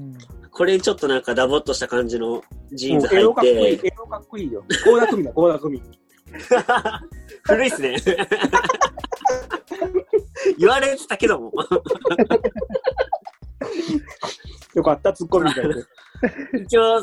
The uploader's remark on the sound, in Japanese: ZOOMコラボ収録の模様をお届けします